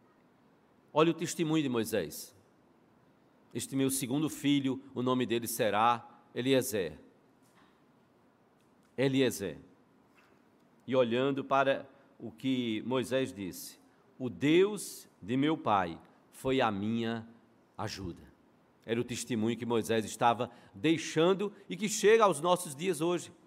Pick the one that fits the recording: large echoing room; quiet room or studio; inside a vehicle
large echoing room